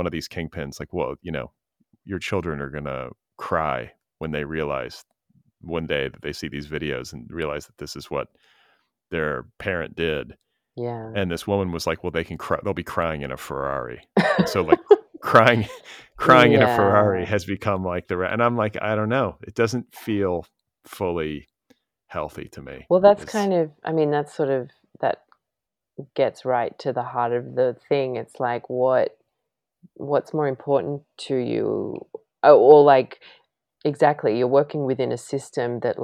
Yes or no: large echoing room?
no